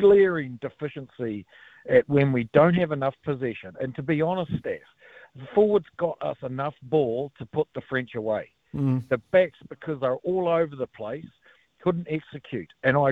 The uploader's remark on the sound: goes to the phones to talk to you